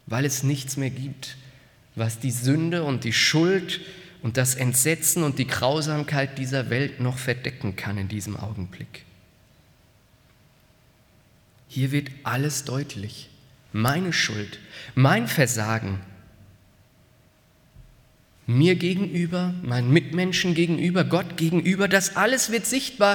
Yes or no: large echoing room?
yes